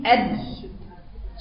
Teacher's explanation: حرف الدال بحرف شديد بيقول عليه حرف شديد صوته مقطوع